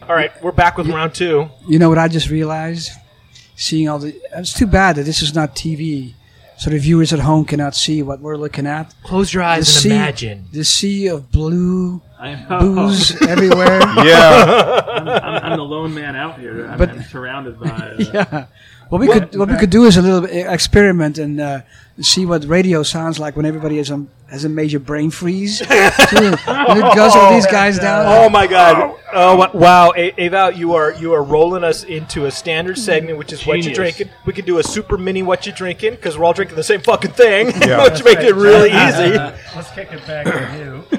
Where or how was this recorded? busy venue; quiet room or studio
busy venue